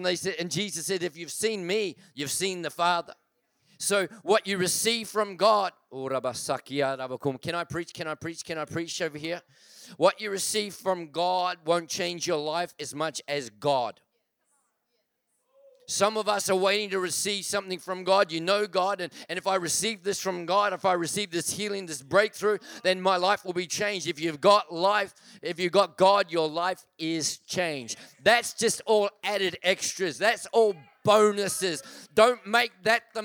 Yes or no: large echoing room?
yes